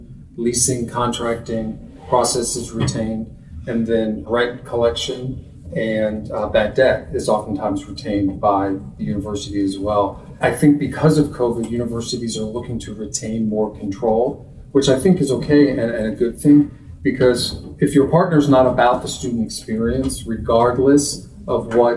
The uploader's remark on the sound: a panel discussion he moderated in July at College Pad's Annual Off-Campus Summit held on Georgis Tech's campus in Atlanta